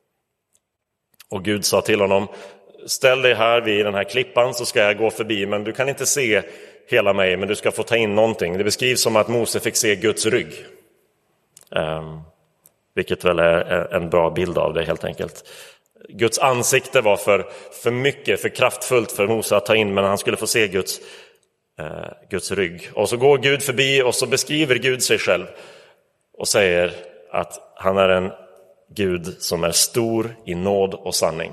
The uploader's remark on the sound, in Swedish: Inspelad i Roseniuskyrkan den 25 december 2023.